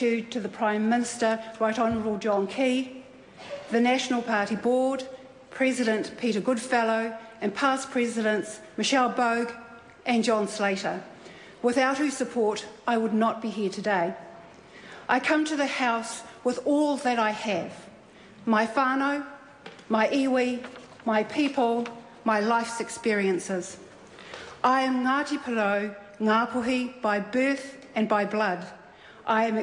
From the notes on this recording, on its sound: delivered her maiden speech in Parliament on June 12, 2013